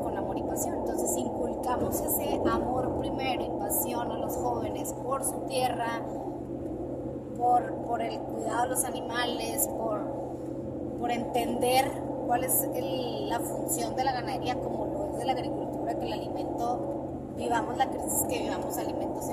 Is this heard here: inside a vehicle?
yes